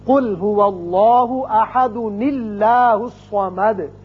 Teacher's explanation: یہ اسم اللہ کا لام پھر باریک پڑھا جائے گا